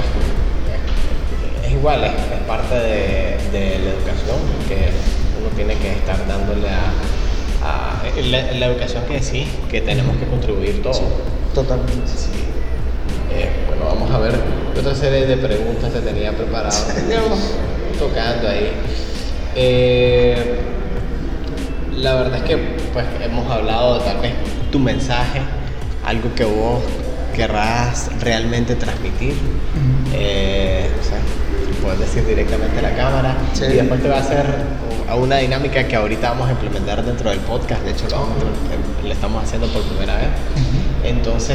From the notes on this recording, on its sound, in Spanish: Teco Coffee House en el Festival Centroamerica de Café.